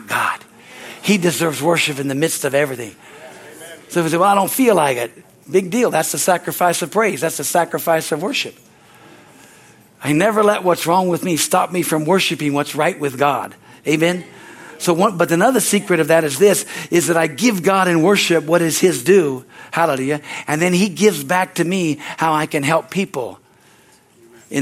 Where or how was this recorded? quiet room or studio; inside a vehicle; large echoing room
large echoing room